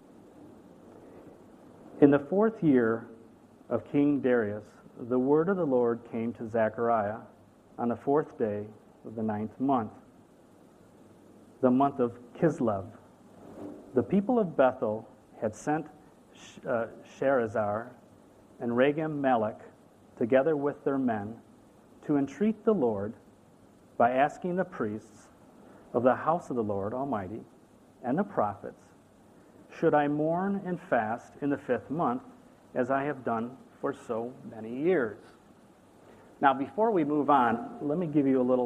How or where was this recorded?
large echoing room